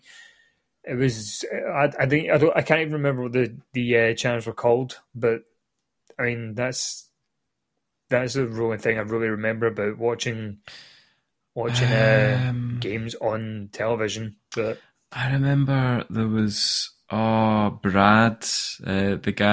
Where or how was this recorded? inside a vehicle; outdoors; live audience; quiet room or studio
quiet room or studio